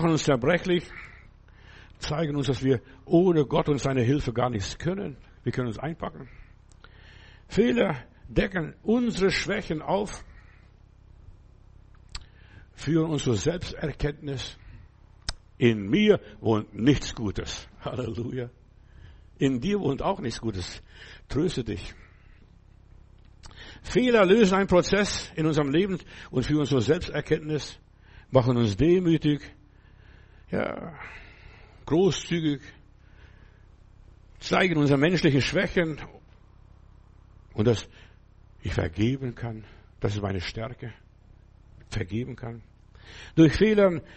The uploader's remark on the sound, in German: im Gemeinde-Zentrum in Berlin aufgenommen